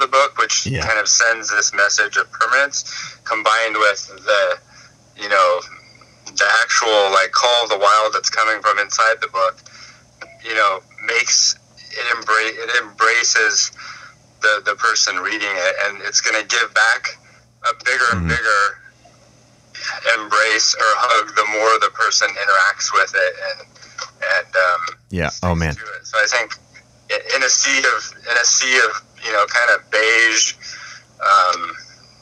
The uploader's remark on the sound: included 2 live-recorded phone calls with the designers on the project